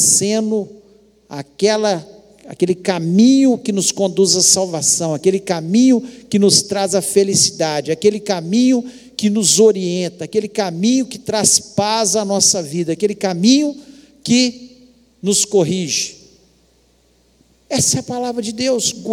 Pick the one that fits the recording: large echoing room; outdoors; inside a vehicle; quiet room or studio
large echoing room